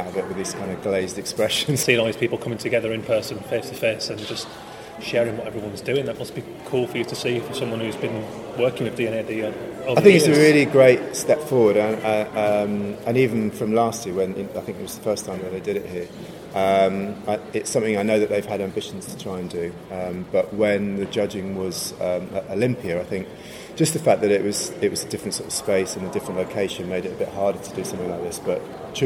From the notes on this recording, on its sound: On location at the inaugural D&AD festival at the Old Truman Brewery.